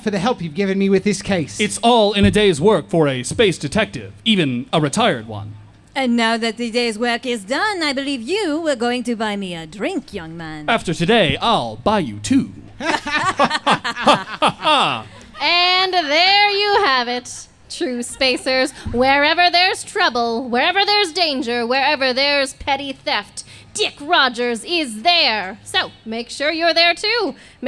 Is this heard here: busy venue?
yes